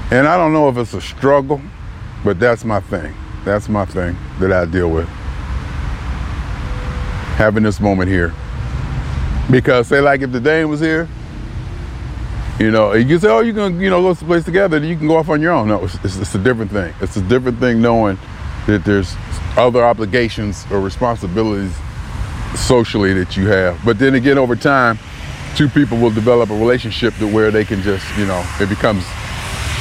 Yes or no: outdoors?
yes